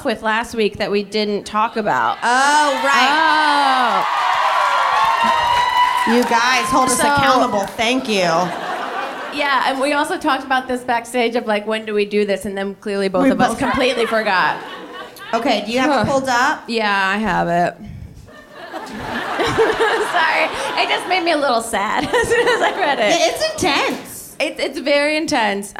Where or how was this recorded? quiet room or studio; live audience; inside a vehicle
live audience